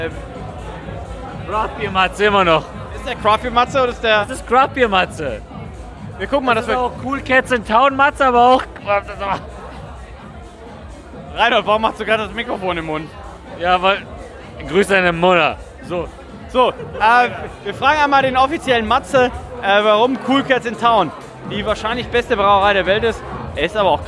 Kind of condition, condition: setting, busy venue